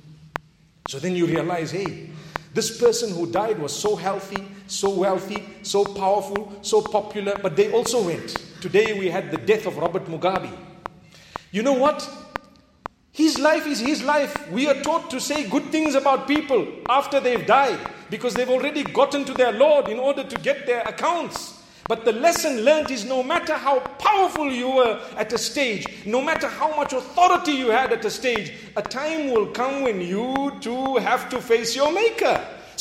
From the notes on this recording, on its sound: Jummah Lecture 6th September 2019 at The Houghton Masjid (West Street)